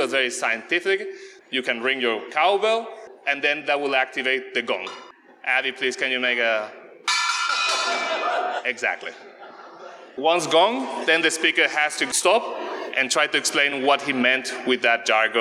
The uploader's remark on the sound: Today, we will bring you a special episode, which is the live recording of the Science Gong Show. The Gong Show is a science communication event where scientists give brief explanations of their research without using any jargon. Charm City Meadswork for providing the venue.